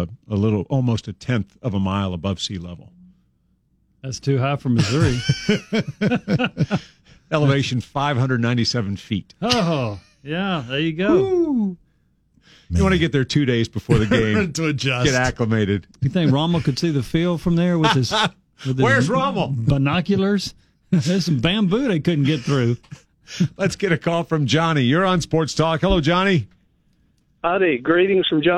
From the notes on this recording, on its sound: As well as taking your phone calls about all things sports.